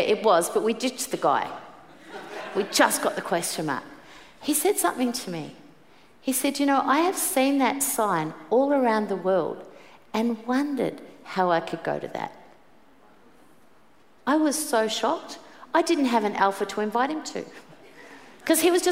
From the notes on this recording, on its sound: Preached at the 5pm service